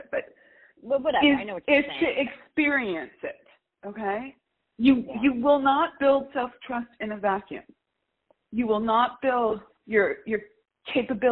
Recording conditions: poor sound quality